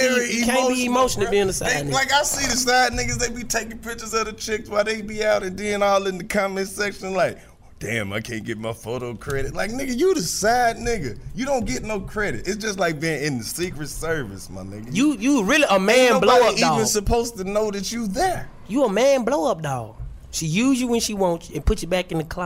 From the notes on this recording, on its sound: out of the studio and live on Edgewood at the God is Dope clothing store